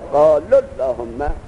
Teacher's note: واو نیست، نوشتن می نویسن لکن تلفظ نمیشه